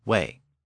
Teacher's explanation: The subject form, we, was spelled exactly the same way in Old English, but it was pronounced way.